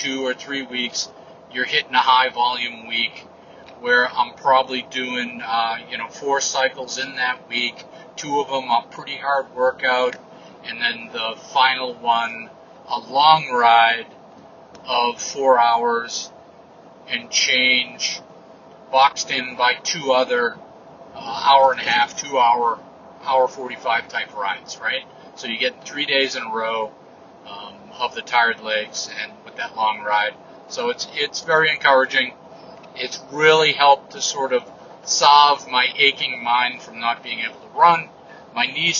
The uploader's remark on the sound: an unscripted update from the truck